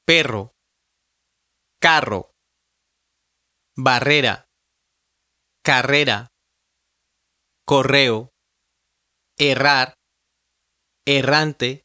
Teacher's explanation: The double R is also considered a single consonant in Spanish. It is almost like the R sound, but it has even more force and roll.